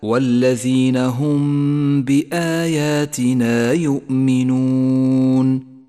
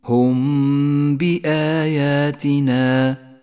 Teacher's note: الميم الساكنة وبعدها حرف الباء، إخفاء شفوي، نخفي الميم بالباء مع بقاء غنة للميم زمنها 2 حركات